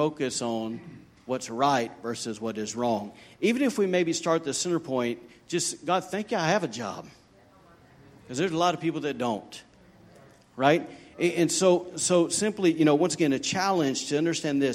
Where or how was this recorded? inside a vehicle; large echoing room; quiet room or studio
large echoing room